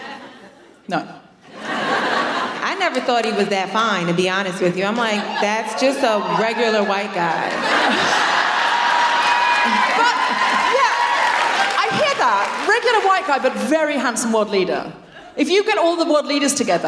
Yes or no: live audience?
yes